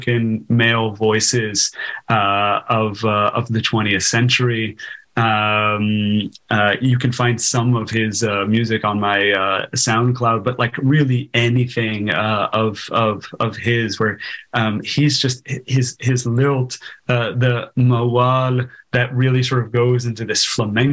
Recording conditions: video call